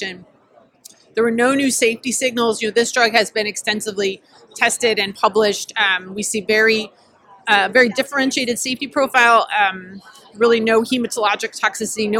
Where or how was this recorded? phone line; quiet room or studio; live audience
live audience